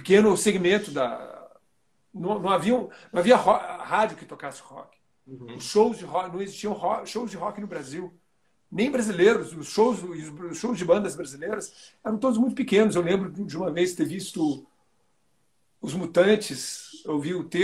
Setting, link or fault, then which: link, video call